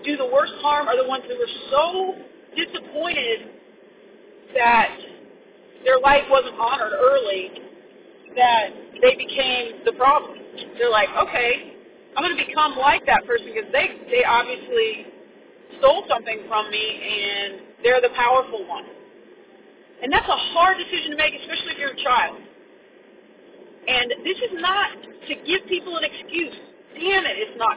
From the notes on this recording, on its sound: Sorry about the car recording.